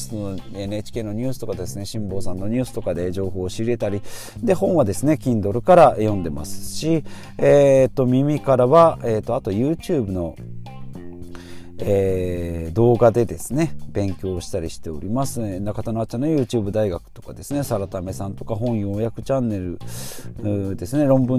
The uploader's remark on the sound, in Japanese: 極寒の車内での収録。